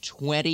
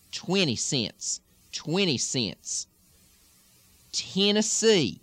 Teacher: Because that mouth is closed up, especially when the sound eh is followed by an N or an M, it can sometimes change it to an I with the lilt · Shown in: second take · So you're not going to get 20, but 20.